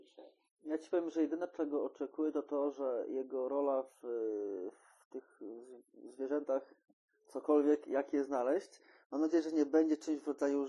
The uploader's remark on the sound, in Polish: Jakość dźwięku zapewne nie jest taka jakiej pragniemy, ale zamierzamy nad nią popracować w najbliższych odcinkach.